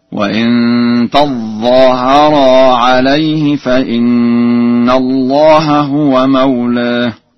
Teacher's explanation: وأما قوله تعالى: وإن تظاهر عليه فإن الله هو مولاه، فقد قرأ ورش بتشديد الظاء هكذا: وإن تظاهر عليه فإن الله هو مولاه.